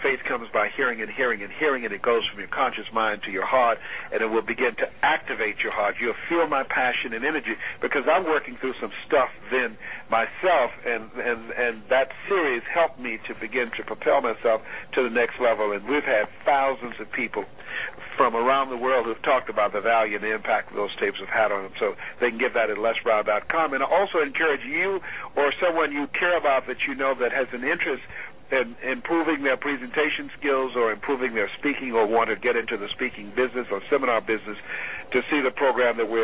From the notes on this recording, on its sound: teleconference phone conversation